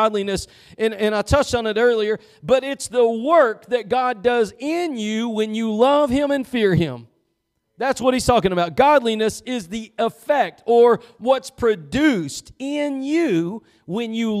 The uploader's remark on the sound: Preached at Gospel Lighthouse in Bossier City, La.